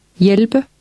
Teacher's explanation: in Danish, the H is silent in words that begin with HV and with HJ